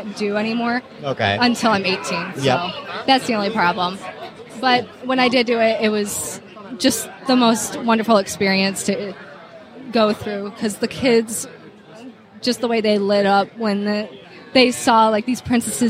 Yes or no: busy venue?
yes